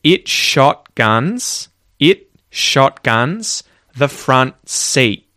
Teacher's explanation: So, that is an advanced aspect of pronunciation in English where we are muting those T's when they are followed either by a consonant sound or by no sound at all